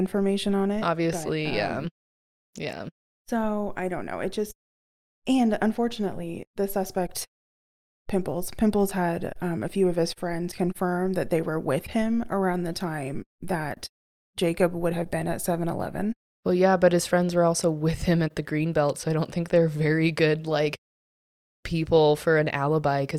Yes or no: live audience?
no